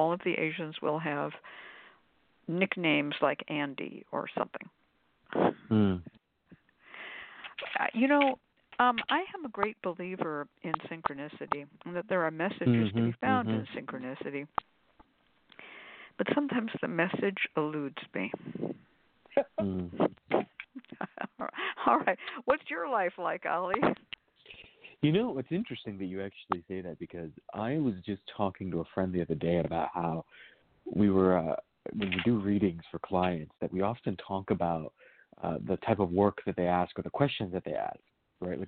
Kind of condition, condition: link, phone line